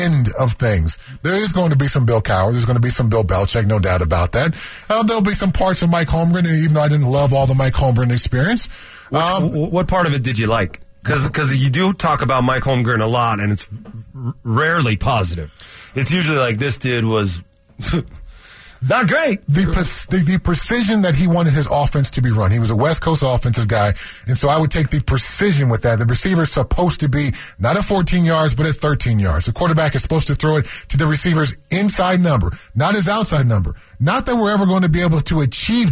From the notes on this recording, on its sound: calls in live from practice